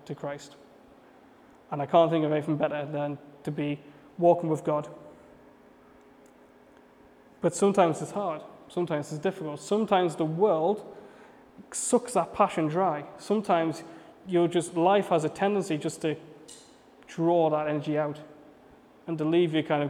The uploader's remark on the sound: A message I preached at Bethany City Church at their Rise youth and young adults service.